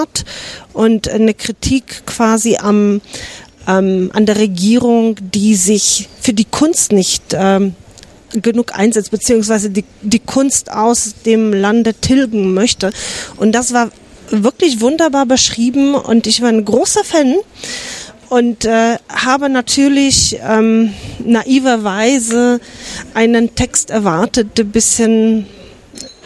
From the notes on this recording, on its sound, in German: Nach der Podcast-Aufnahme im Hinterhof des ORF. Beim Bachmannpreis 2023.